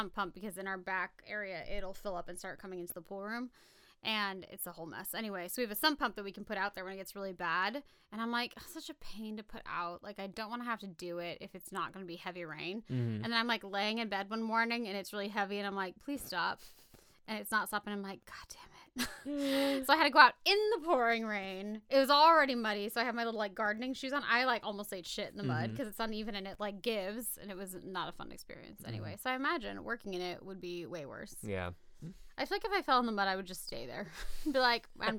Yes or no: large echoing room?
no